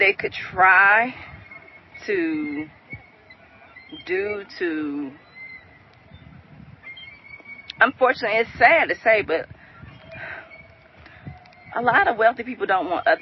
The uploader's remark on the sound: I'm walking out here and I'm very precautious of snakes. I am walking in the park while recording.